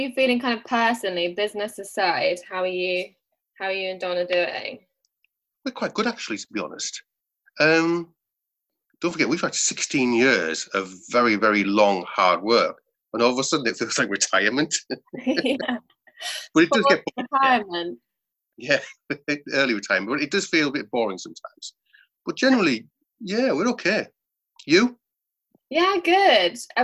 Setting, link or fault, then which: link, video call